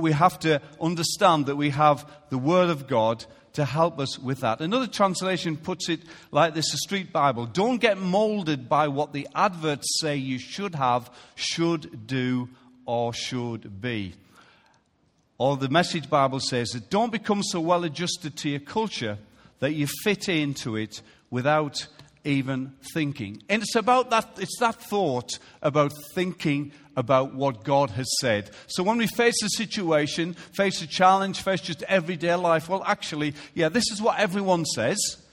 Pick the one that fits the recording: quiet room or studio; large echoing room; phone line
large echoing room